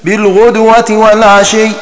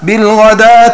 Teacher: بضم الغين وسكون الدال وبواو مفتوحة مكان الألف · Shown in: first take